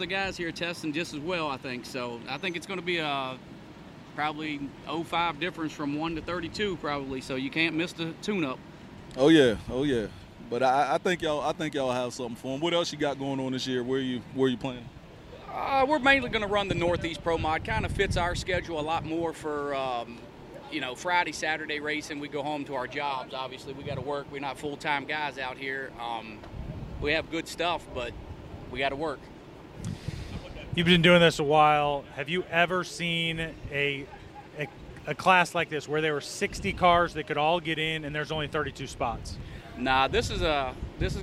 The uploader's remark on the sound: Live at The World Series of Pro Mod, Bradenton Motorsports Park.